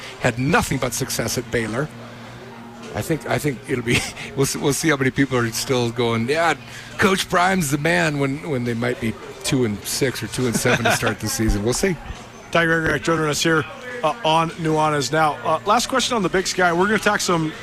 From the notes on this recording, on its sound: live from the Rockin R Bar in downtown Bozeman